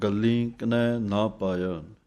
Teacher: ਗੱਗੇ ਉੱਤੇ ਅੱਧਕ ਲਗਾ ਕੇ ਥੋੜ੍ਹੀ ਜਿਹੀ ਨੱਕ 'ਚ ਆਵਾਜ਼ ਦੇ ਕੇ ਬਿੰਦੀ ਇਸ਼ਾਰਾ ਮਾਤਰ ਲਾਉਣੀ ਹੈ। ਗੱਲੀ ਕਿਨੈ ਨਾ ਪਾਇਆ, ਨੰਨਾ ਮੁਕਤਾ ਹੈ, ਕਿਨੈ ਨਾ ਪਾਇਆ।